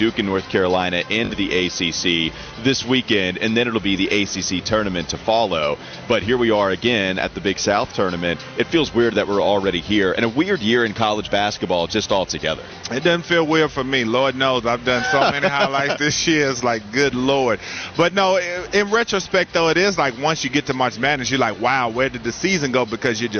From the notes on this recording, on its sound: get a Friday show rolling from the 2023 Hercules Tire Big South Basketball Championships